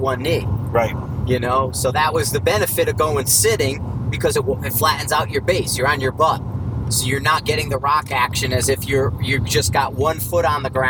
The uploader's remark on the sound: Road Trip Conversation. Caution* Heavy Road Noise Ahead. I apologize upfront for the road noise, I did my best to remove it in post, but the recorder was too good capturing it.